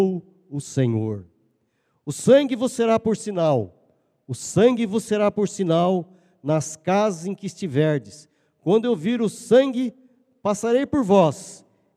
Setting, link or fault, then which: setting, large echoing room